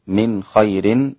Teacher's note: من خير أخفى النون في الخاء